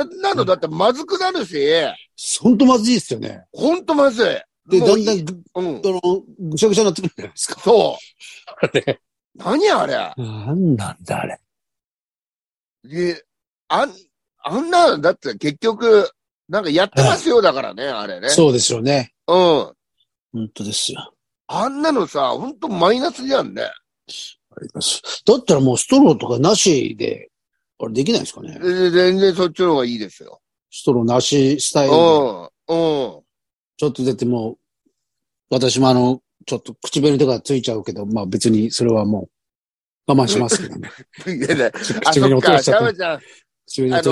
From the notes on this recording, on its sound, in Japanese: ZOOMで収録